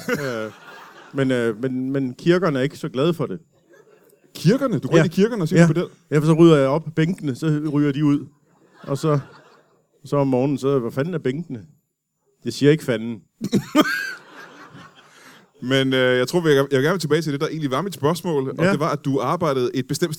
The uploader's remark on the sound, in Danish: LIVE fra Comedy Zoo Aarhus